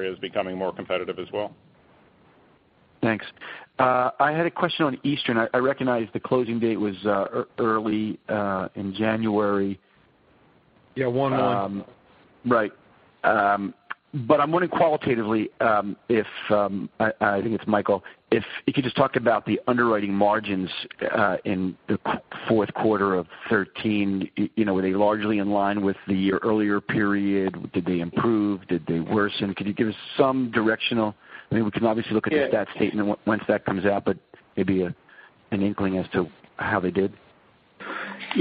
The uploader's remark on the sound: ProAssurance Earnings Conference Call